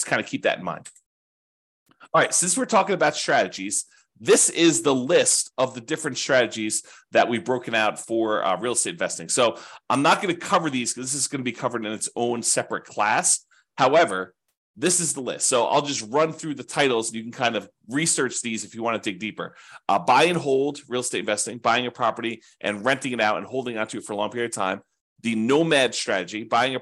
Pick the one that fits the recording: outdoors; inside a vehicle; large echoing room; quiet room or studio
quiet room or studio